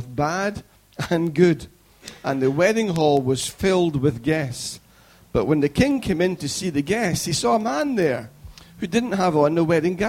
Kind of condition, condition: setting, large echoing room